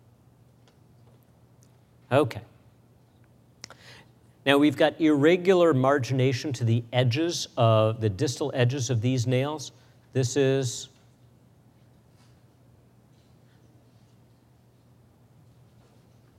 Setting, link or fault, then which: setting, live audience